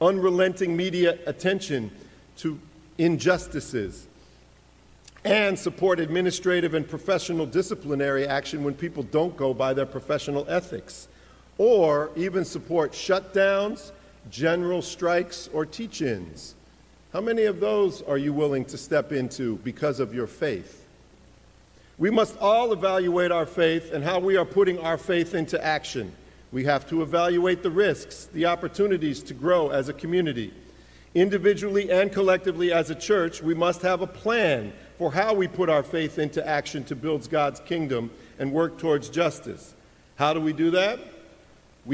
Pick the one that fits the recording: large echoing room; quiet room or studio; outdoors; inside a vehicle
large echoing room